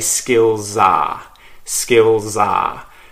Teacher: So it's a Z sound that links the two words.